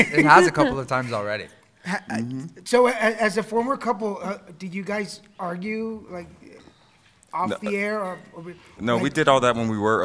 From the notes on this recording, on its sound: record live at Phoenix Comicon